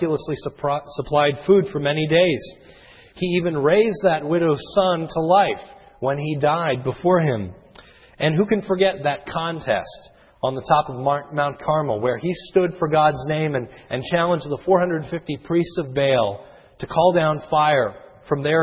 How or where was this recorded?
large echoing room